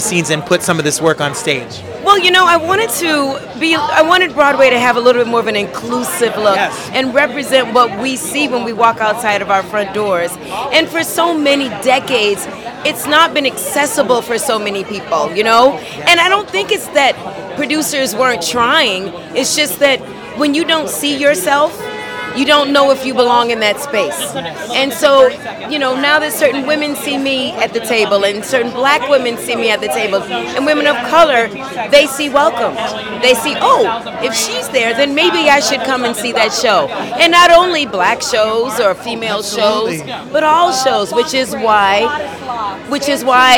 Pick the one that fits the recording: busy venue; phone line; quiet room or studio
busy venue